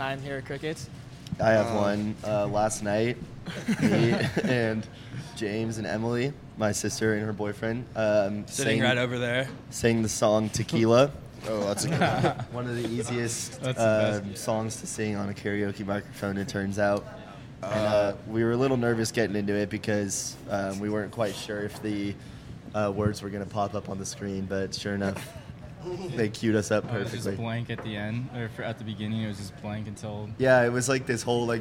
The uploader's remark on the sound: Coming at you LIVE from the one and only Crickets Tavern